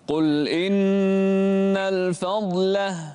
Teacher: فخم الضاد ورقق اللام